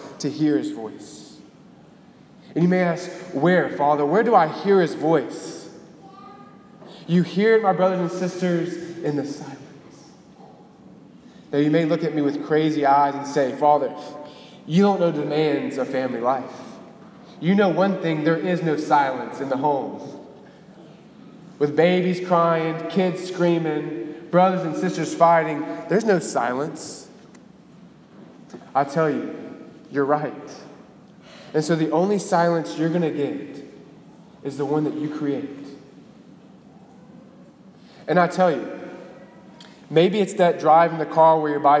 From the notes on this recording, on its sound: Delivered on January 28, 2018 at the Cathedral of the Nativity of the Blessed Virgin Mary in Biloxi, MS.